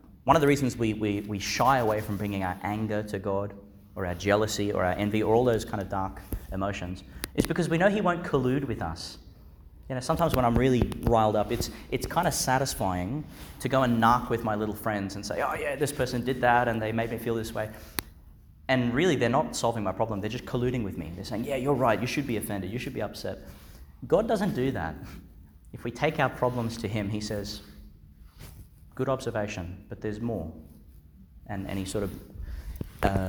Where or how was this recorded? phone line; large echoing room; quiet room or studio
large echoing room